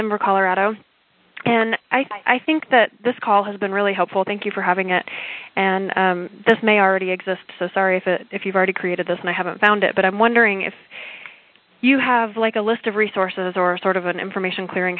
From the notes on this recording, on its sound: Call recorded on November 3, 2010.